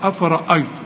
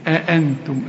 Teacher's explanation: فيها الراء، الراء مفخمة، إنما دي كل الحروف مرققة. أأنتم، بس خد بالك النون عايزة غنة، كل نون بدون تشكيل خد بالك منها قبل ما تنطق، شوف وضعها إيه، دي عايزة غنة.